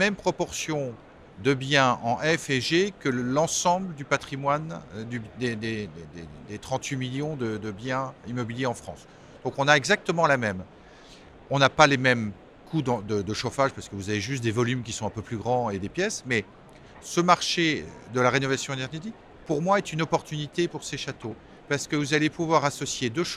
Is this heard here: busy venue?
yes